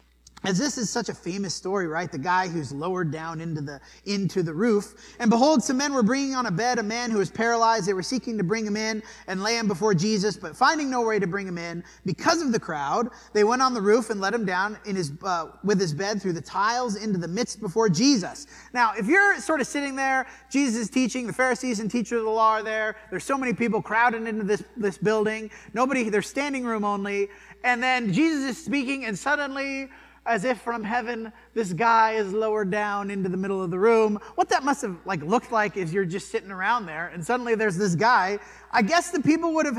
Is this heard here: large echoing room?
yes